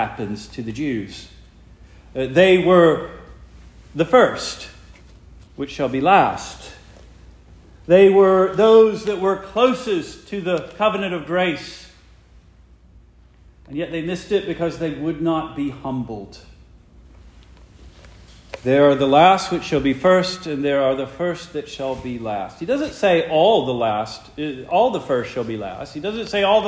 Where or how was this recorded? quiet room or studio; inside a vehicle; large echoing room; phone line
large echoing room